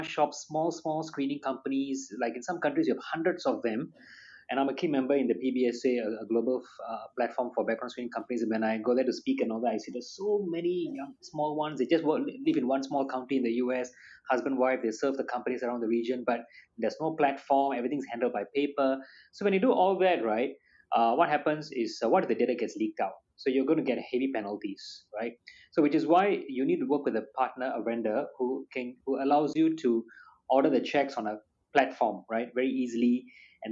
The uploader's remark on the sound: Techstival webinar